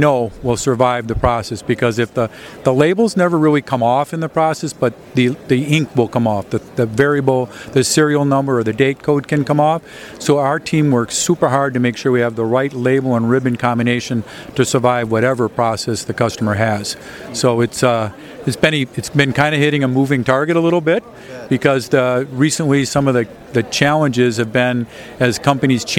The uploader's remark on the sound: On Location at APEX 2023 with EMSNOW and SCOOP.